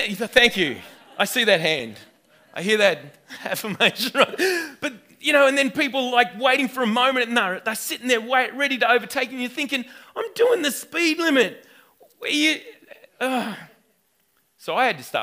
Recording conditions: large echoing room